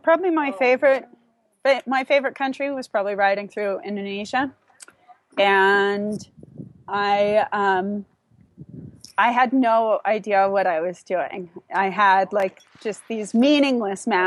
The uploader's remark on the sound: On this episode we’ll chat LIVE from an RV park in Hill City, South Dakota.